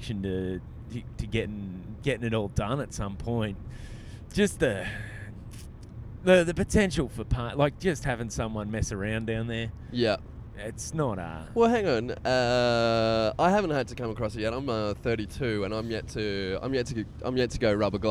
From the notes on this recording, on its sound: Recorded on the drive between Port Macquarie and Sydney.